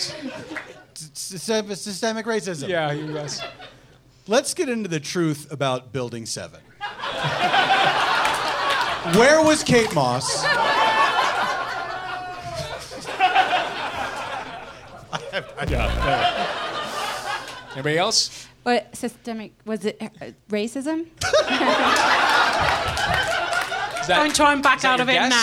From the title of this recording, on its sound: Live at MaxFunCon